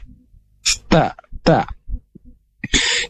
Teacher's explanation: Ujung lidah bertemu dengan pangkal gigi atas · Term: huruf ta